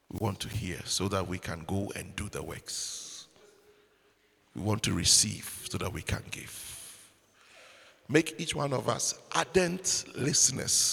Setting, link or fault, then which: setting, large echoing room